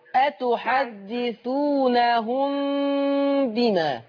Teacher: أي ميم معلهاش تشكيل وياتي بعدها حرف الباء قربي الشفتين خلاص واعملي غنة